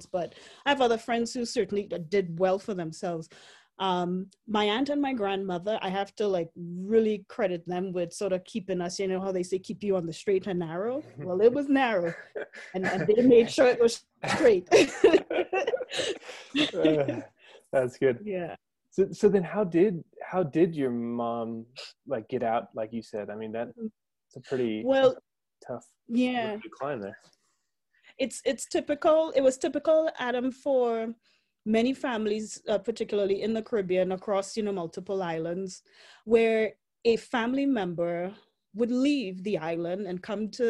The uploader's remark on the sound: joined via Zoom for a conversation